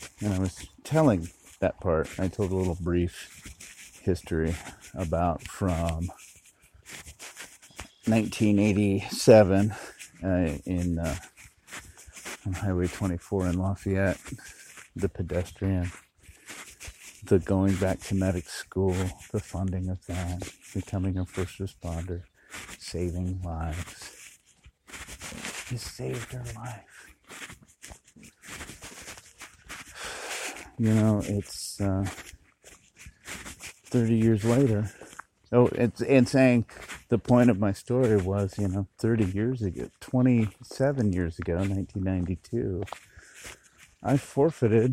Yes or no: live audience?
no